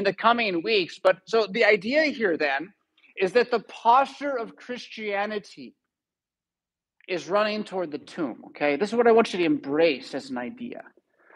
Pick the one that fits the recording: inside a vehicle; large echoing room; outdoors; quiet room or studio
large echoing room